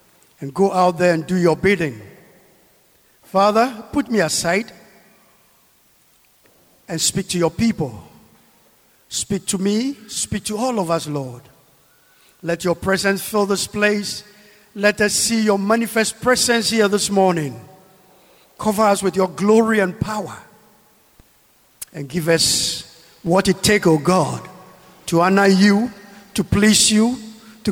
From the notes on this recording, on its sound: Sermon preached at CBC Shiashie Campus